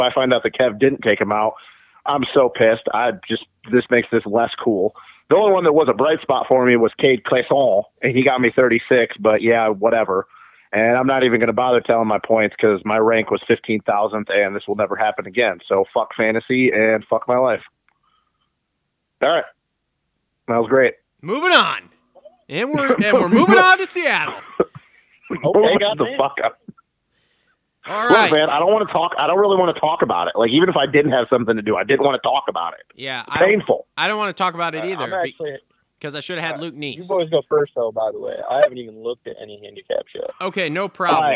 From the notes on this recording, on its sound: get on the phone